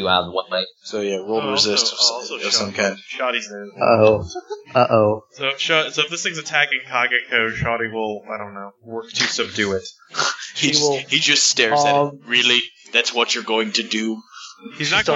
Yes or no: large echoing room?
no